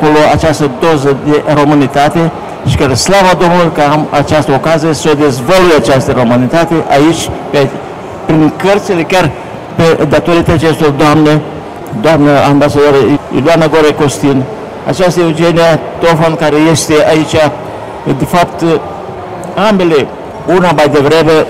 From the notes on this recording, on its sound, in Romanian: Eveniment editorial marca UZPR la Bookfest. Înregistrare de la lansarea celor două volume mai sus amintite, Bookfest, Romexpo - Pavilion B2, Cafeneaua Literară.